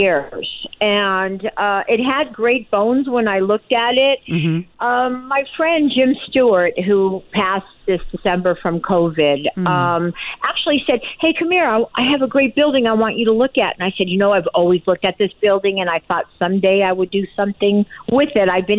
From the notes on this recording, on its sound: calls